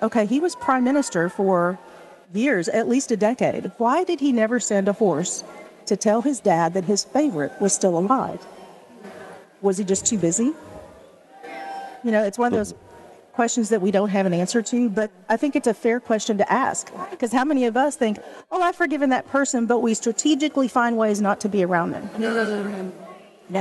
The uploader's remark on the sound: At the LCMS Youth Gathering in Houston.